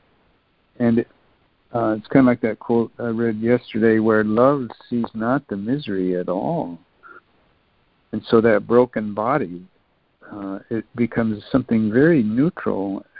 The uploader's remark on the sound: ACIM Daily Conference Call